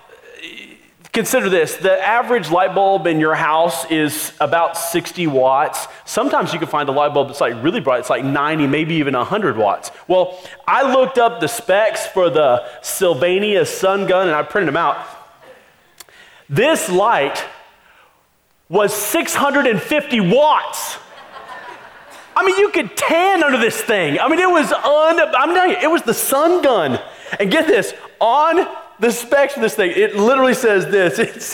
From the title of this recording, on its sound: Christmas Eve Service (Audio)